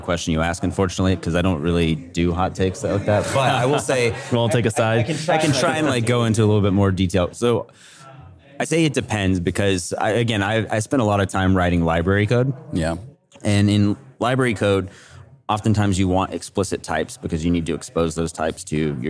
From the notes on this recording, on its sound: at the RenderATL conference